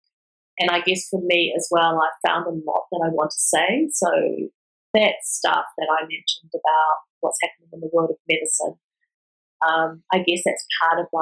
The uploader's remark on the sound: As is sometimes the way with virtual recordings, the audio quality varies in this interview.